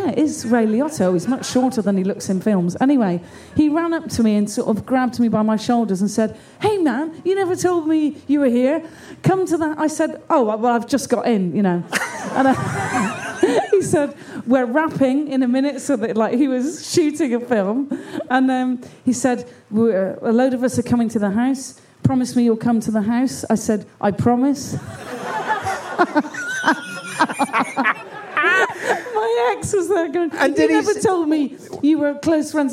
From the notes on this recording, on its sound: Recorded live at The End Of The Road Festival.